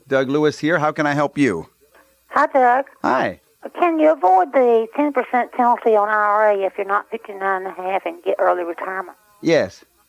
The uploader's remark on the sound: Financial planning call-in show.